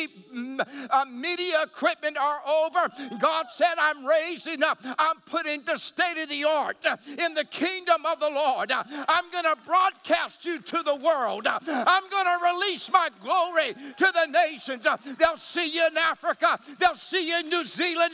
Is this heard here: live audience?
yes